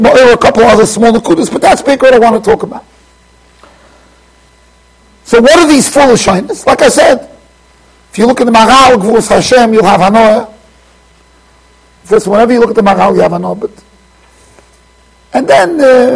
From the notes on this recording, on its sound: Shiur recorded in Yeshivas Ohr Reuven, Monsey NY.